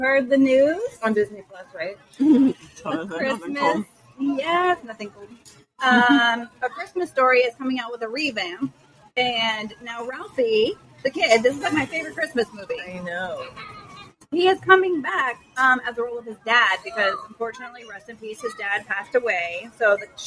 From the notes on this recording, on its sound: FB LIVE from Gatlin Hall Brewing. We are FB live for this episode of FML Shenanigans. LIVE at #gatlinhallbrewing #orlando.